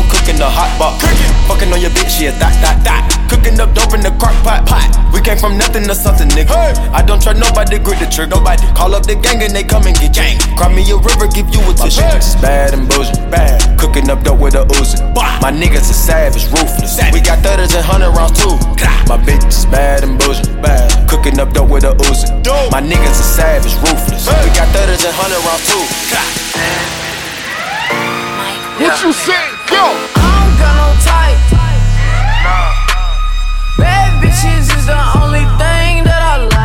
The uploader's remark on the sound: ZEN 4 YEAR ANNIVERSARY PARTY - HAMILTON - LIVE AUDIO